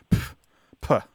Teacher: it's a sharp exhalation of air